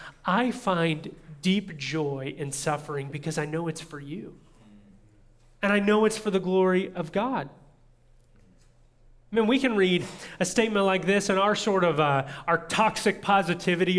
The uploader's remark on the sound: audio from New City Church in Champaign-Urbana, IL